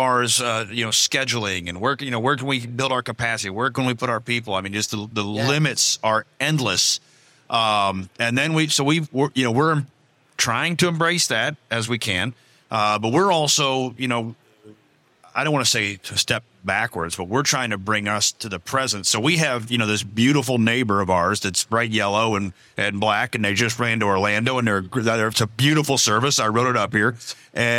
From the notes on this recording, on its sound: This week, we give you Part 2 of our special CEO roundtable recorded live at APTA TRANSform Conference and EXPO.